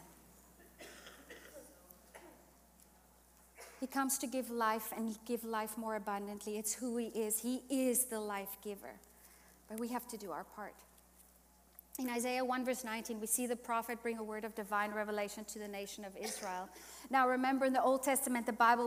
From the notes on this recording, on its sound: Today’s episode is Session 3 from Heart conference 2023.